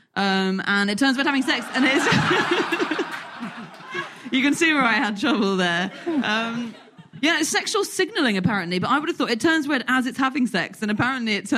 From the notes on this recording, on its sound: Live from Bristol